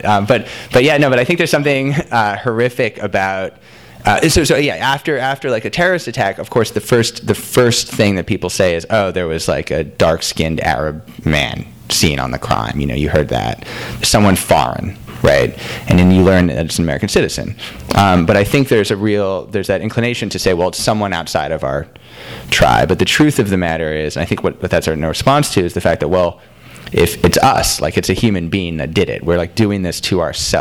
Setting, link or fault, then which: setting, busy venue